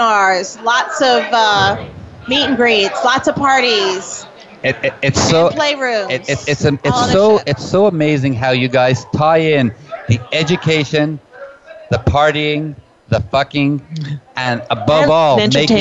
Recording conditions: busy venue